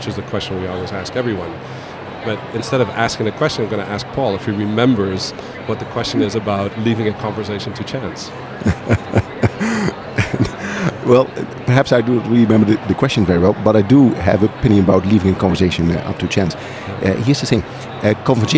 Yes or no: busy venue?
yes